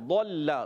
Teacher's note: ضاد موٹا لام باریک